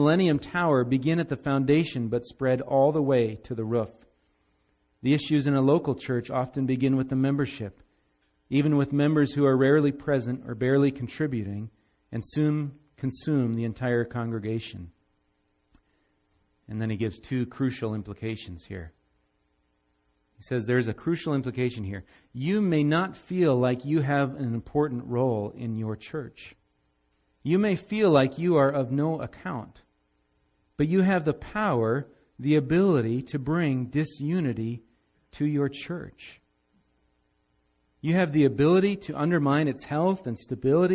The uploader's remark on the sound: Recorded live at Bethany Bible Church on 11/5/17